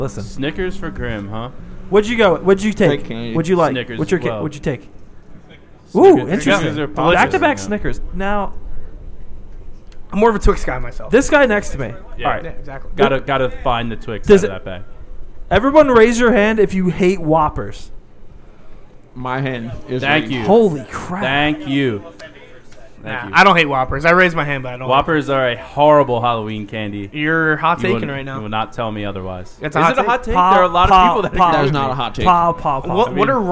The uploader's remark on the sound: LIVE from Celtic Halloween at Thomas Murphys Pub.